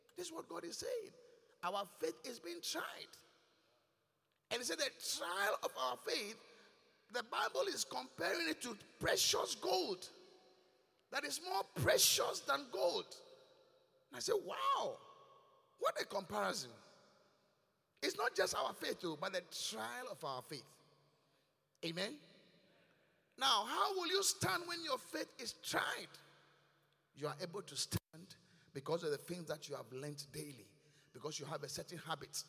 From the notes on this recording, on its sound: Preached at The Qodesh. Inspiration Service.